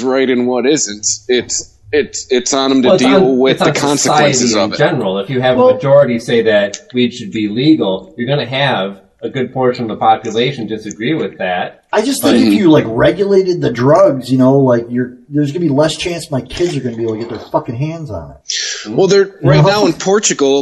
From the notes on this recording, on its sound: We apologize for the audio quality of this episode.